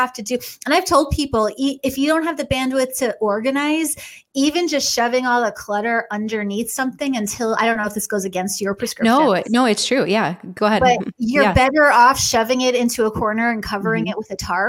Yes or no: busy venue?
no